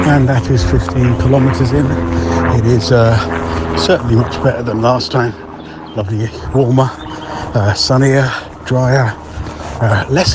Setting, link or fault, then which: fault, hum or buzz